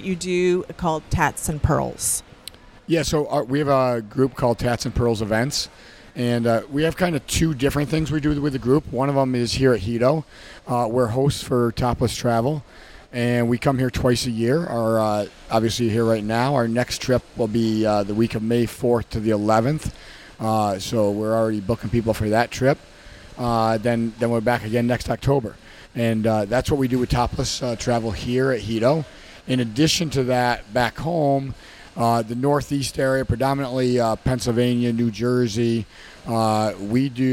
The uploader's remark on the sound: Join us on location at Hedonism II Resort